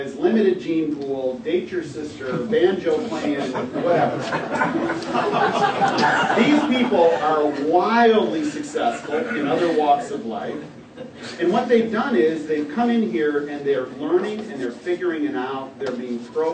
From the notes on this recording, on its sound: WASHINGTON, DC. Appeared before a breakfast meeting of The Ripon Society, delivering a speech.